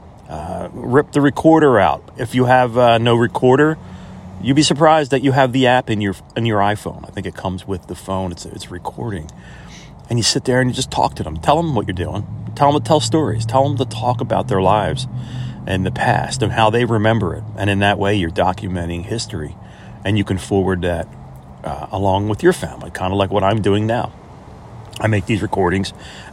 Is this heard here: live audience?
no